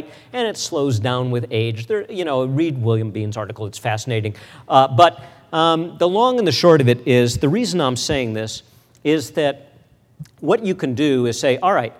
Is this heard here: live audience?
yes